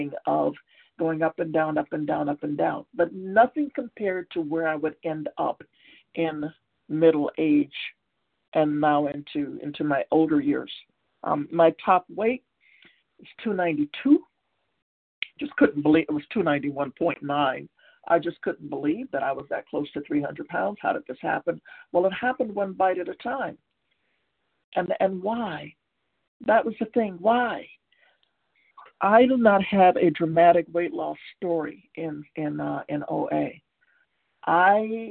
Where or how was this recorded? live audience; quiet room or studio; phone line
phone line